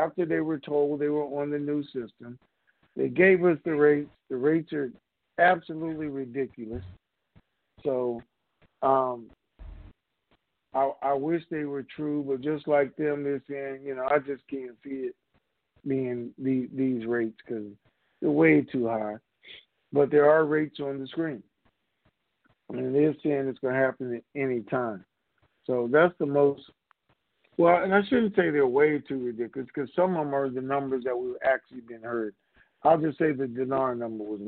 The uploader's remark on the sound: Conference Call - Friday, February 26, 2021